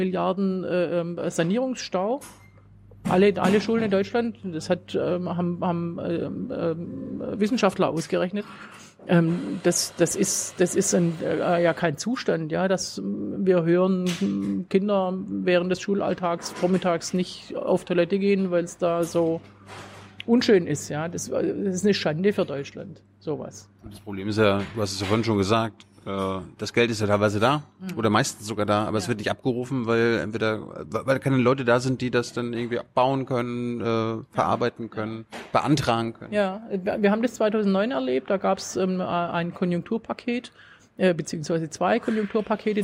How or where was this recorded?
busy venue